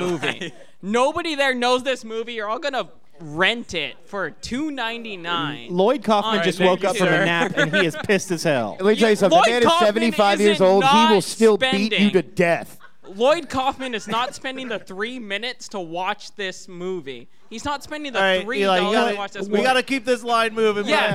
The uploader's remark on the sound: Live at Creature Feature Weekend. We recorded a live panel at Creature Feature Weekend in Gettysburg.